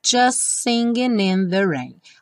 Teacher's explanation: Aqui, just singing, ficou como se fossem dois S's. O T do just não é pronunciado.